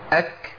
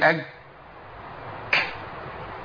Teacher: لازم الهمس يبقى مع الكاف مصاحب ليها · Shown in: first take · اك لازم يبقى مصاحب، ما اقولش اج، انا كده جبت جيم والهواء اللي جه بعد كده او النفس ملوش لازمه، لازم يبقى في المخرج.